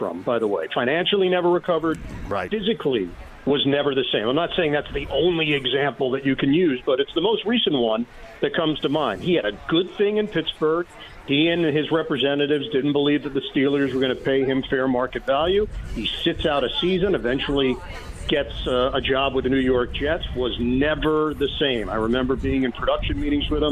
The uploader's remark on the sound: Live From The Indiana State Fair! Taking some calls from listeners of the show!